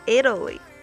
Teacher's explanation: the time 3:36 a.m.最后一句话中呢，有一个词组就是这个 CentralItaly，可能很多同学在读的时候会感觉有一点吃力，因为这个 Central 它是一个 L 结尾的，这个 L 呢可以跟这个下一个这个元音开头的这个 Italy 开始拼读，也就成为了 CentralItaly。而这个 Italy 这个词本身在美式的读法里边呢，它的这个 T 就会变成一个 flapT，也就是我们说的这个弹舌音